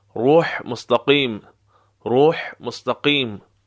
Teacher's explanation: ها از وسط حلق